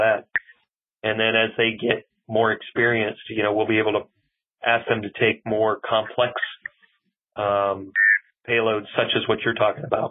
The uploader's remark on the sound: Today we’re featuring a Future In-Space Operation teleconference